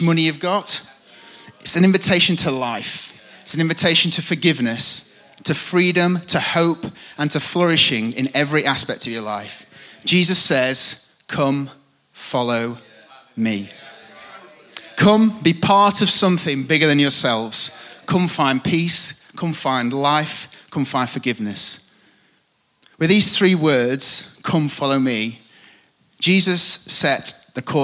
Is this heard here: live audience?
yes